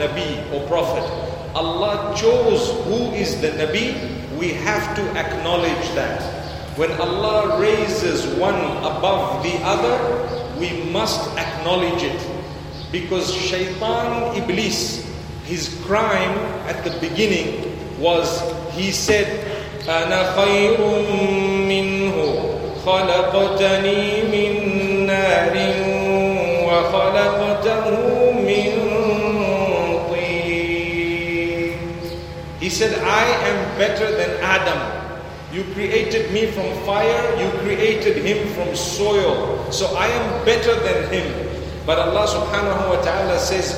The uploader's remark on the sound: Lecture delivered at Masjid Cut Meutia in Jakarta, Indonesia.